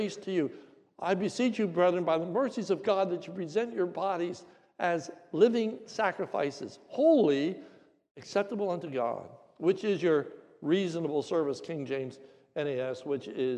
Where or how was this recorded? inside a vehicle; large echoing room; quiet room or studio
large echoing room